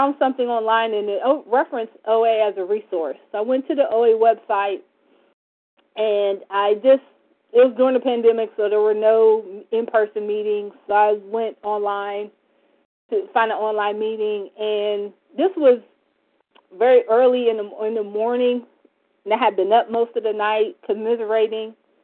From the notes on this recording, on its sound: from the 100 Pounders Phone Meeting, 1/24/24